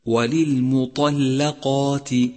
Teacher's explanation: سابعا، انتبه إلى تتالي الترقيق مع التفخيم في كلمة وللمطلقات وللمطلقات، فالميم مرققة والطاء مفخمة واللام مرققة